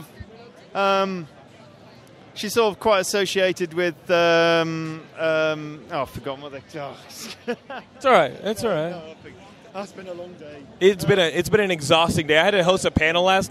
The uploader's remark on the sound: stopped by the Geekscape booth